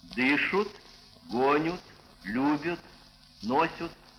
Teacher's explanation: Глагольные окончания третьего лица множественного числа «ат», «ят», если до них нет ударения, произносится как «ут», «ют».